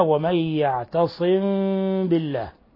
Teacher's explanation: ووقفنا عند إخفاء الميم الساكنة عند الباء، وأن هذا الإخفاء، إخفاء الميم الساكنة عند الباء، ومعروف أن الميم الساكنة لها ثلاثة أحكام. الميم الساكنة إذا جاء بعدها الباء فإنها تخفى في الباء، ويسمى هذا إخفاء شفوي